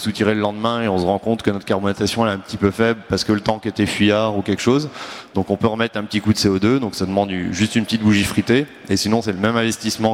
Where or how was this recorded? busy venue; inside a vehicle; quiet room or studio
busy venue